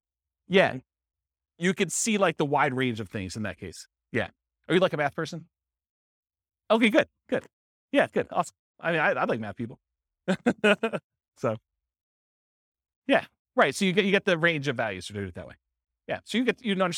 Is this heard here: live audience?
yes